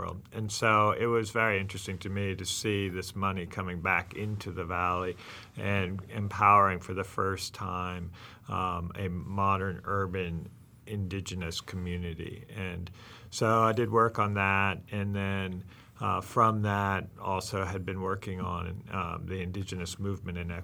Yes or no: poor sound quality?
no